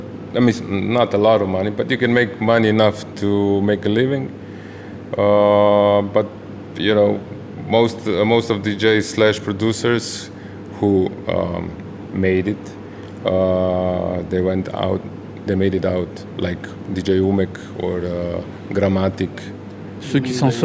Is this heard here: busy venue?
yes